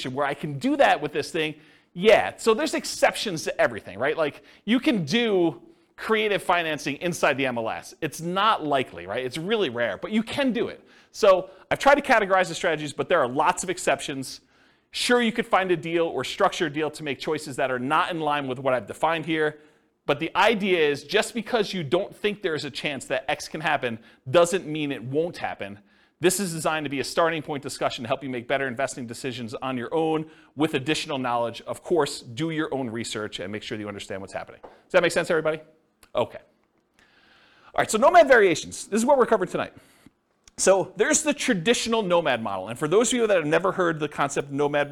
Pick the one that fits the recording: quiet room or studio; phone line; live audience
live audience